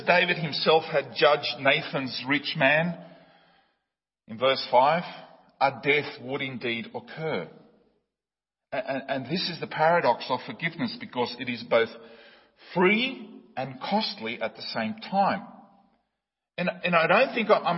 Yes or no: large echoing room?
yes